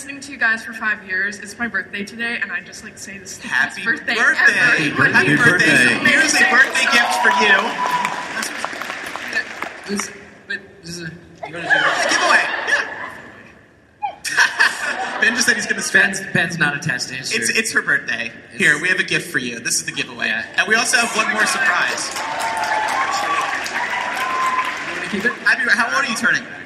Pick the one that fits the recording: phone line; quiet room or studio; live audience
live audience